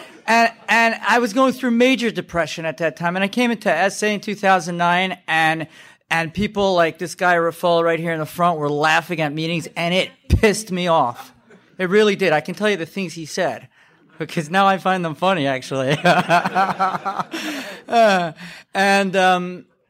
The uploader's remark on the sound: Laughing At Recovery - 2017 Newark Conference. This share comes from the 2017 Newark NJ Conference.